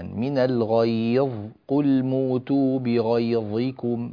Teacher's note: كلمة الغيظ أريد أن أسمع منك تفخيم الظاء جيدا